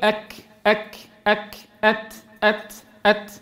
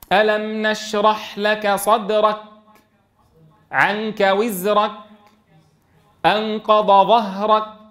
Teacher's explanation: فسمها الإمام الجزري كافا صماء لا همس فيها في بعض لغات العجم، فإن تلك الكاف غير جائزة في لغة العرب، لأن العرب تنطق بالكاف شديدة مهموسة، تبدأ بها شديدة ثم الهمس · Shown in: first take